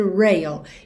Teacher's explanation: O começo de rail e o começo de road tem o R enrolado.